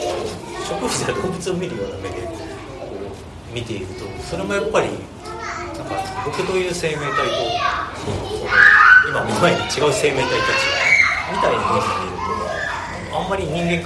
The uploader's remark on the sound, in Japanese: 生駒市某所自治会館で行なわれた。オムラヂ汗まみれ 公開収録に。